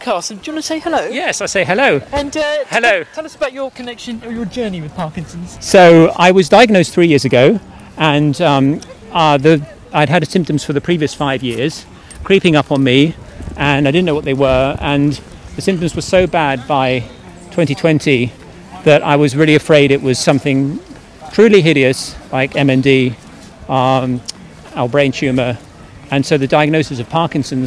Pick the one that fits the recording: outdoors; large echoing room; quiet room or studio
outdoors